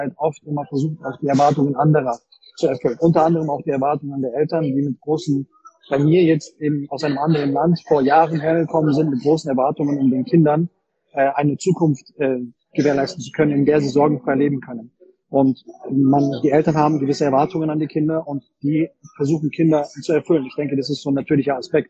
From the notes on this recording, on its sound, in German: Die Aufnahme enthält Hintergrundgeräusche, da sie getreu unseres Mottos Weltreise aufgenommen wurde: in einem Café in Portugal.